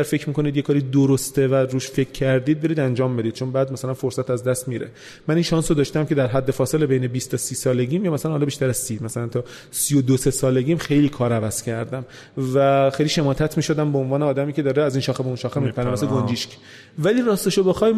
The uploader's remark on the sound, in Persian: در حضور جمعی محدود از مخاطبین پروپاقرص و تیم پادکست و با رعایت پروتکلهای بهداشتی ضبط شده است